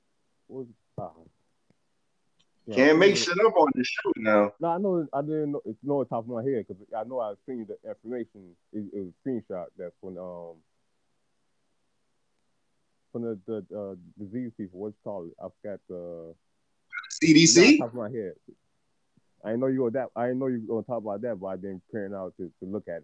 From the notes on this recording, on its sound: a phone interview with a guest